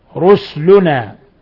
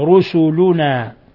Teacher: قرأ أبو عمرو رسلنا بإسكان السين · Shown in: first take